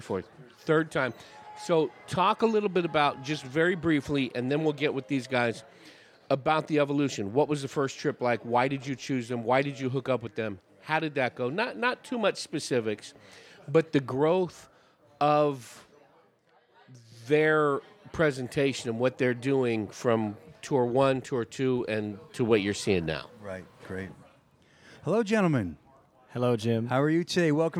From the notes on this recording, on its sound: Recorded at Wolf House Brewing in Cloverdale, CA. Recorded at Wolf House Brewing in Cloverdale, CA.